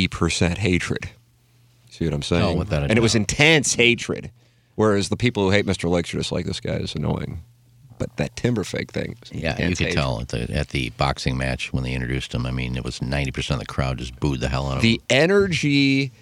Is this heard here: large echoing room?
no